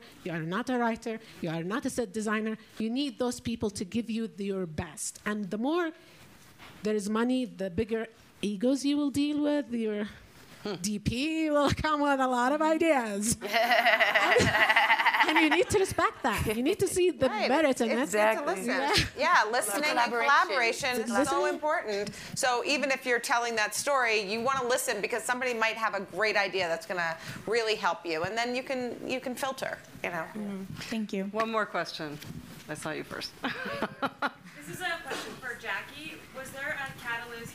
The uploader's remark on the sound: “Women on the Front Lines” Panel (SFF 2020). During the 2020 Sundance Film Festival in front of a live audience at the SundanceTV HQ in Park City, Utah.